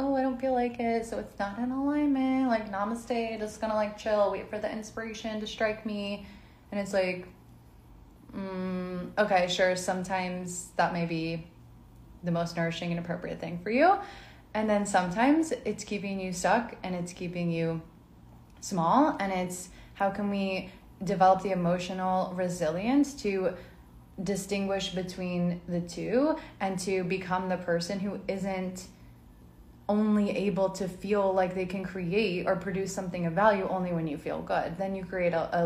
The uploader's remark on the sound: This is a replay from an IG live